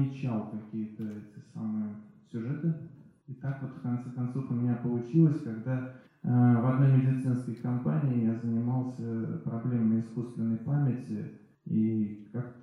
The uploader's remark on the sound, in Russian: Лекция в Доме культуры «Ясная Поляна» 14 марта 2020 года